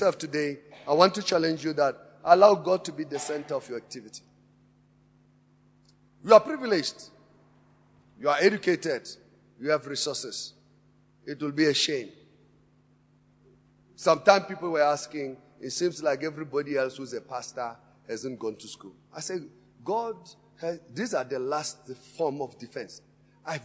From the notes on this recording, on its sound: Preached at Emmanuel Christian Church, Arcadia Campus, on the 11th of February 2018.